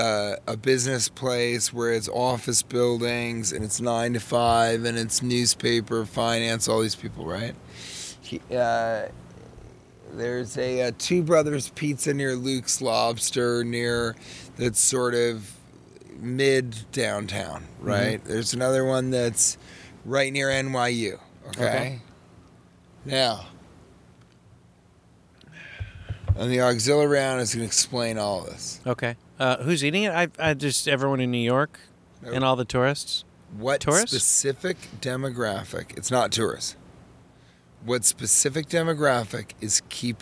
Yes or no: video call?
no